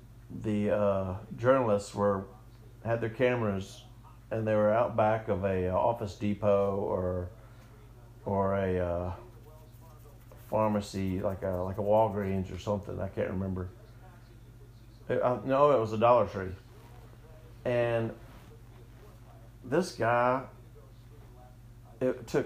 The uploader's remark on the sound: audio difference from voice to music, sorry